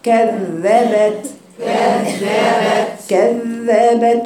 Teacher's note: فيها همس وفيها شده يعني بخرج منها ايه بقطع الصوت وخرج منها شويه هواء يبقى باين انها شديده.